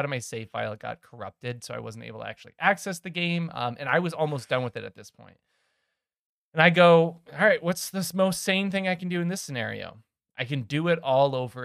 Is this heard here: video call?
no